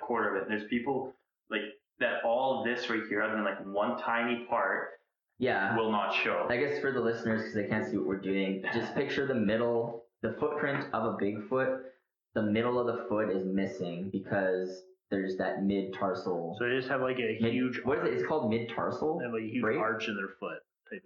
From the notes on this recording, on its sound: APOLOGIES FOR THE TERRIBLE AUDIO WITH THIS ONE